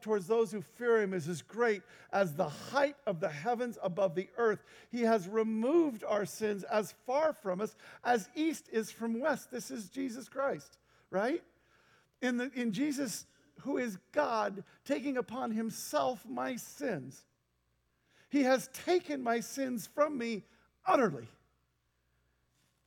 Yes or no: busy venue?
no